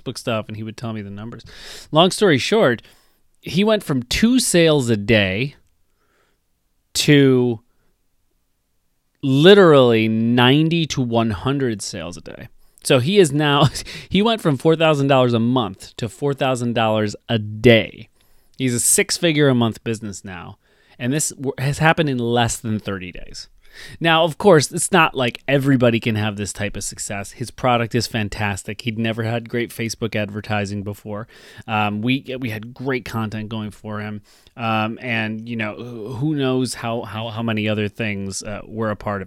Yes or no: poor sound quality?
no